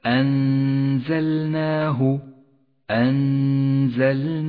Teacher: نخفي النون بالزاي مع بقاء غنة للنون من غير تشديد للزاي · Term: الإخفاء